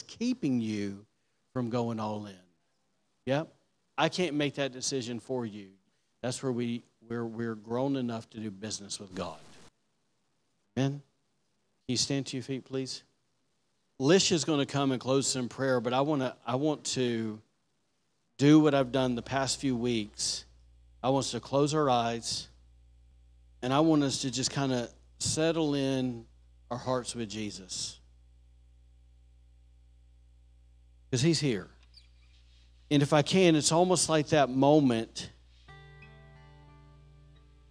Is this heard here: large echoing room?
yes